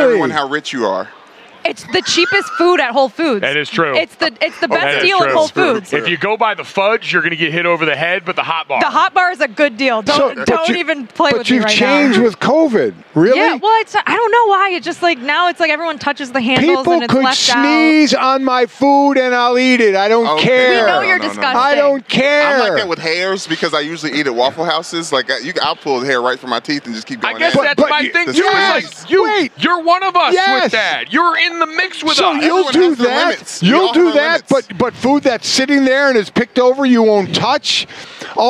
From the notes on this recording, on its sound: Radio Row Antics. Live at Radio Row!